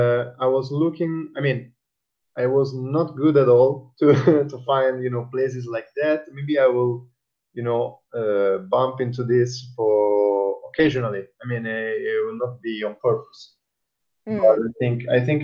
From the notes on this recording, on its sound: The sound quality is not as good as I would have wished but we had so many technical difficulties trying to record this talk I thin kthat is the best we will ever get.